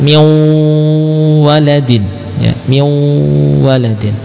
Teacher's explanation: Saat kita membaca min waladin, ya, maka pada wawu ada gunnahnya.